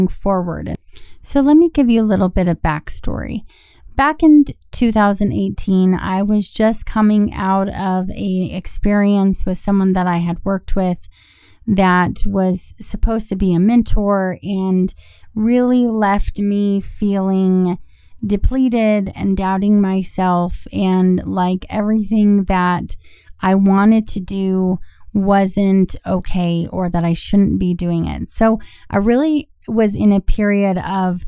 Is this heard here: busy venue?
no